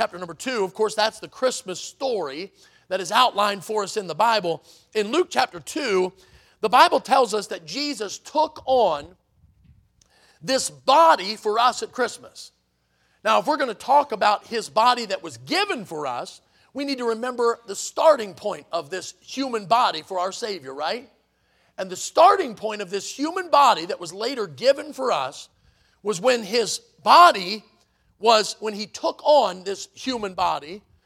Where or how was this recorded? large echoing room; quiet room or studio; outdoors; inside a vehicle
large echoing room